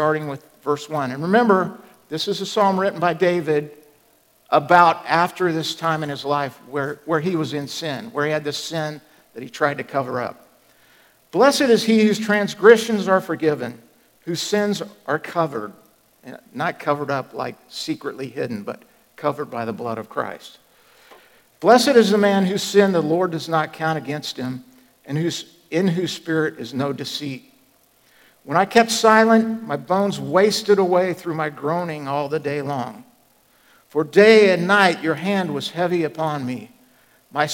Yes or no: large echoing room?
yes